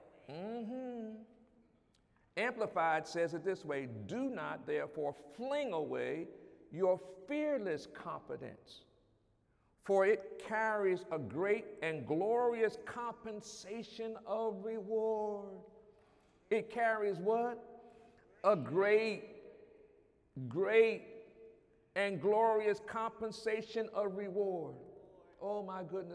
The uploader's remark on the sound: During Wednesday night service